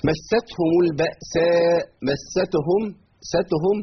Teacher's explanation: التاء حرف شديد مقطوع الصوت وبيجري فيه النفس لو منحت النفس عنه بقى مقطوع الصوت والنفس وده سبب وجود · Term: الهمس